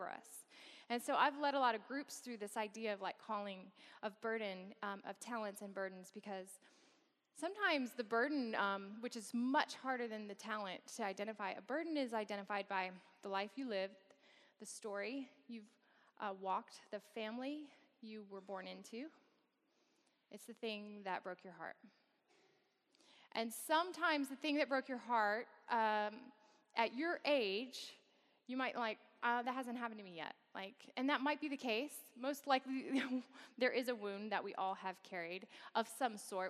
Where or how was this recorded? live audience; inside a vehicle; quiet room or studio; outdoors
live audience